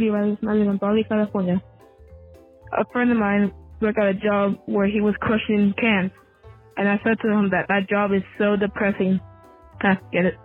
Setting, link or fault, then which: link, phone line